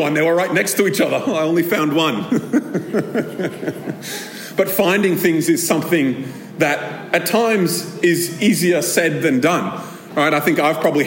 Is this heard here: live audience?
yes